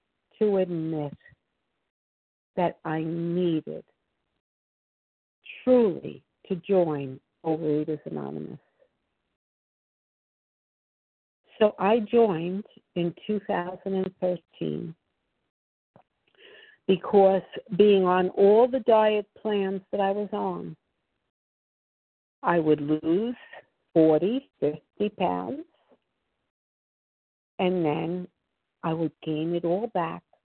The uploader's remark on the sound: 100 Pounders Phone Meeting